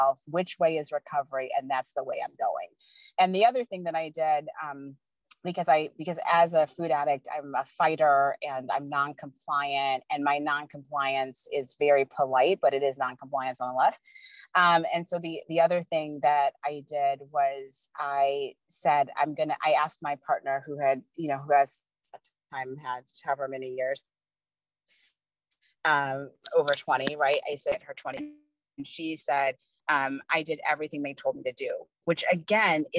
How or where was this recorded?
video call